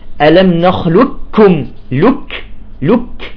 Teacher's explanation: نقول ألم نخلقكم، لك لك، لاحظتم لك ما في قاف أبدا · الإدغام الكامل يعني القاف تذهب هي المخرج والصفات كلها بالكاف · Term: إدغام كامل